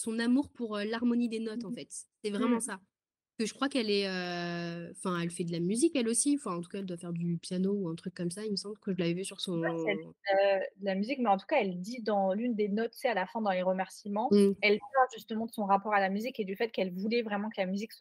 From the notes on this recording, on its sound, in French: On est à nouveau à distance donc le son est pas perfecto.